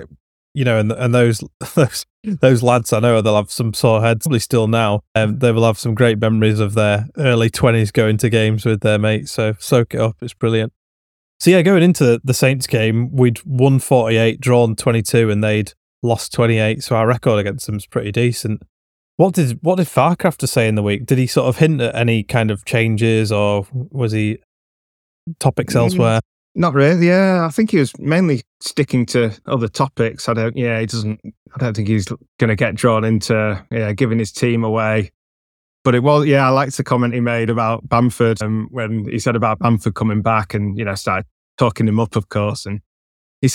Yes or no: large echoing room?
no